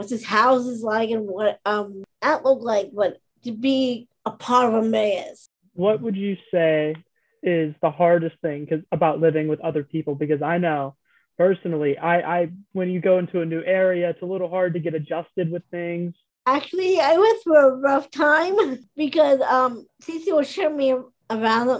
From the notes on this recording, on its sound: it was a zoom-style interview